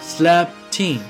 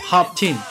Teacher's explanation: Slept in 连读，读成 sleptin